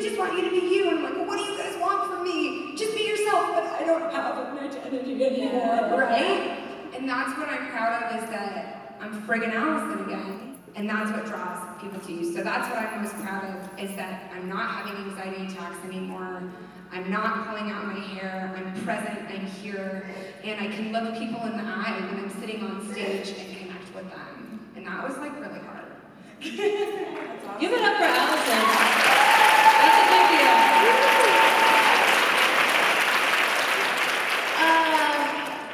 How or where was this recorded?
live audience